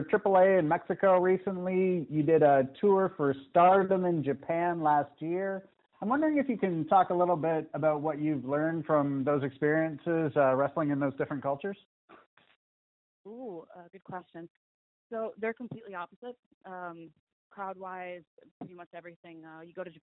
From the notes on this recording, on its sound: Media Teleconference Interview